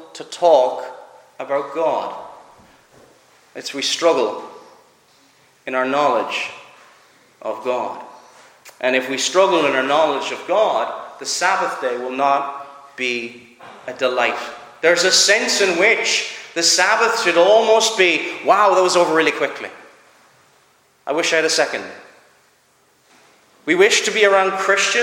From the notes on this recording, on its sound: Preached at Clare Reformed Presbyterian Church